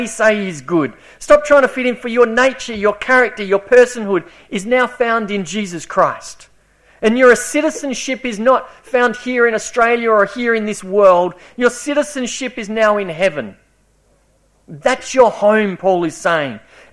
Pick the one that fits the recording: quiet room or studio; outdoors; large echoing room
large echoing room